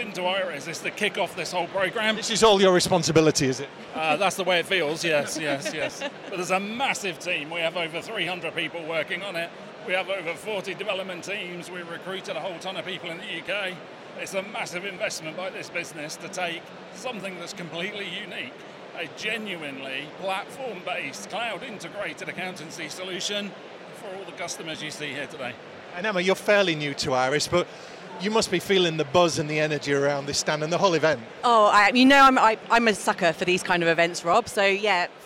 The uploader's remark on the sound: Accountex 2023 Live Interviews